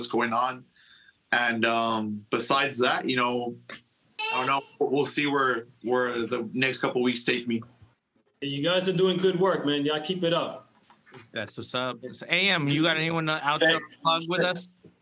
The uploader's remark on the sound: on a Sunday conference call while they drink up